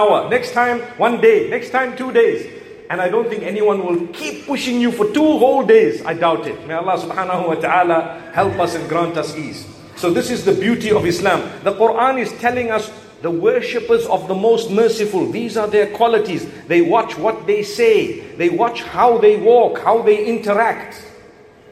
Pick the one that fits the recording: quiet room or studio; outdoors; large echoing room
large echoing room